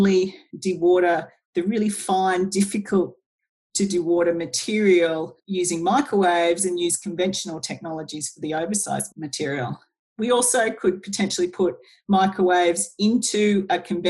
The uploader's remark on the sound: (via Zoom). Using the power of Zoom.